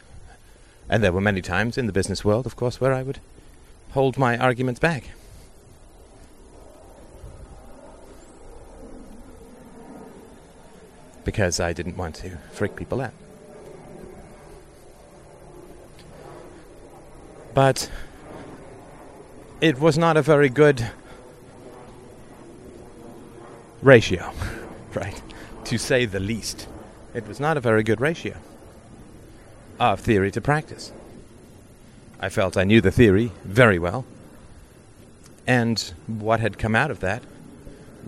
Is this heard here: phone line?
no